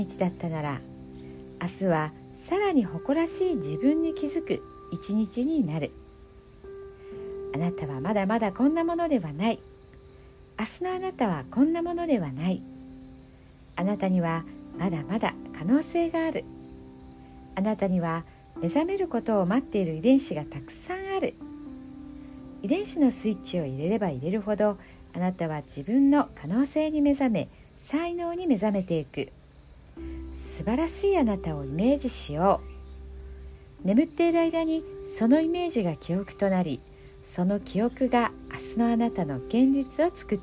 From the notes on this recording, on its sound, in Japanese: ベランダで録音しています。蝉の鳴き声と秋の虫の鳴き声が交差して。